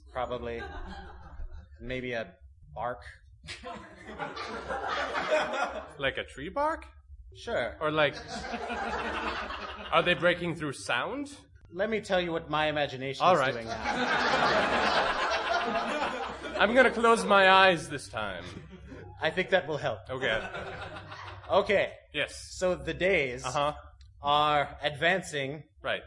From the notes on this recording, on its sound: This is a special double length episode that was recorded live at the Mix Tape Comedy show held at the ComedySportz theater in Minneapolis, Minnesota.